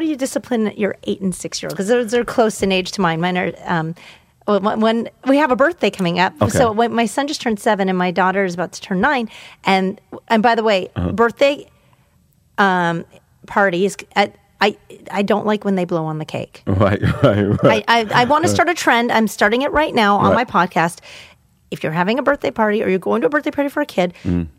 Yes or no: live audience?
no